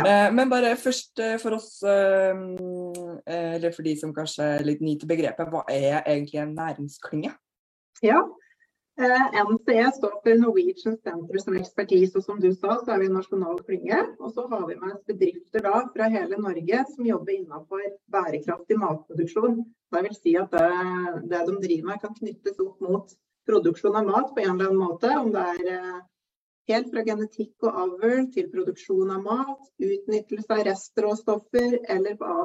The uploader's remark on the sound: Live Zoom.